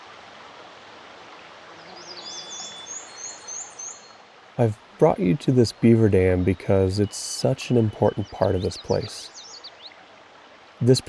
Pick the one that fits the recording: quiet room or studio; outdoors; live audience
outdoors